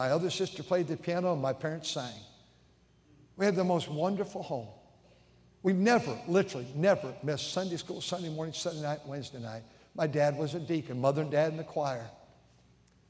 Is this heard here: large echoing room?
yes